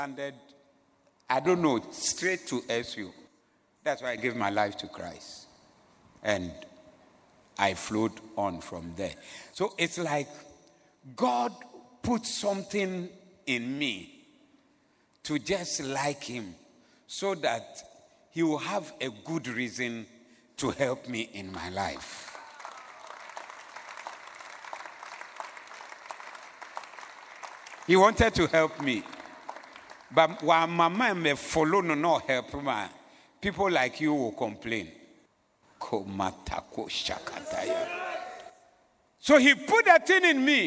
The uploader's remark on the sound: Preached at the Zeloo Service